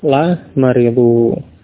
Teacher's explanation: Jadi bukan lam yang panjang. La, bukan ya. Cukup pendek. · Term: lamnya dibaca pendek